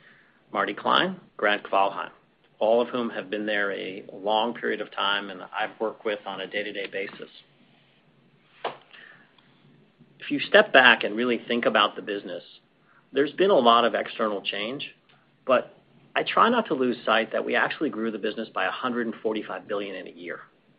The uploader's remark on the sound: Apollo Global Management, Inc. Earnings Conference Call.